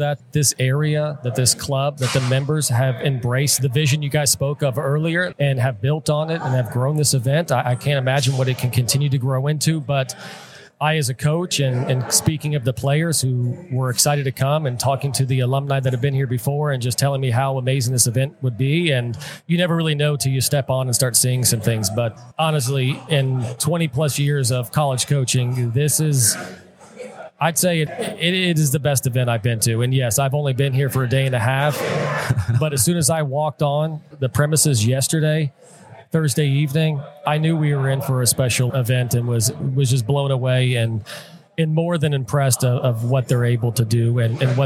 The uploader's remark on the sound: Live at the Collegiate Open